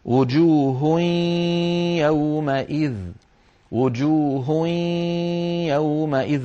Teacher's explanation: الفم يخرج ياء والأنف يخرج غنة في الوقت نفسه، وجوه هوي، فلا بد من الصوتين معا. · Term: الإدغام الناقص